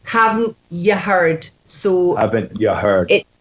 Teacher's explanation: you sound like you have like a rounder R in heard, like kind of almost like an Irish R